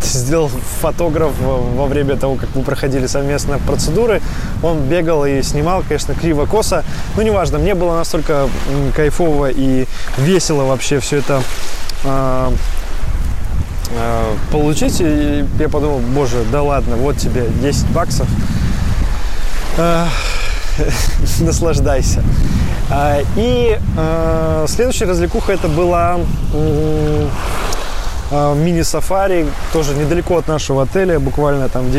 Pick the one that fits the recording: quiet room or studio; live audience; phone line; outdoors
outdoors